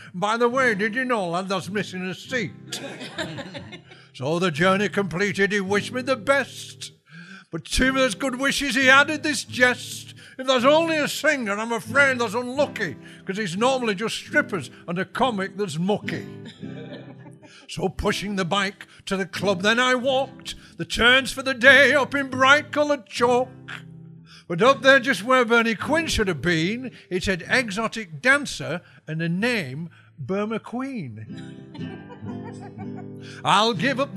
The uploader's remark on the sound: Recorded live in front of audience. We’re still recording the show at the Showroom Cinema in the heart of Sheffield.